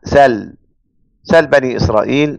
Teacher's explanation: مشكلة اسأل ان فيها همزتين وبينهم ساكن، فممكن نضرب ثلاث عصافير بحجر واحد اللي هو النقل، ننقل حركة الهمزة الى الساكن، نطير الهمزة ونطير الساكن